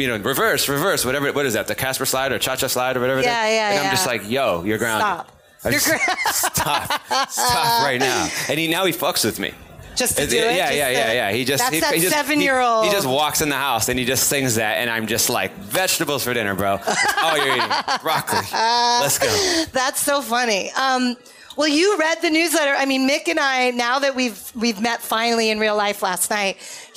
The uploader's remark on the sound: Pop Culture Mondays on Thursdays has its first live show with a studio audience recorded at the Future Proof Festival this week in Huntington Beach.